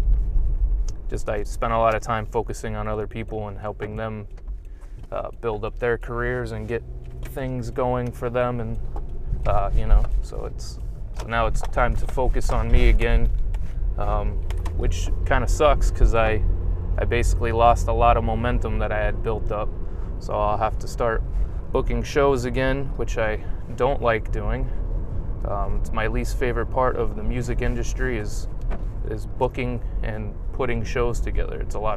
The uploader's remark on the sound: This episode is apart of a series called morning rants, where I talk about my ideas while driving to my day job.